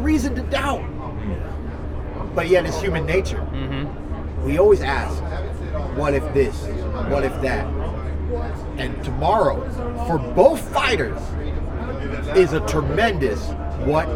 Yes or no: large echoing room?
no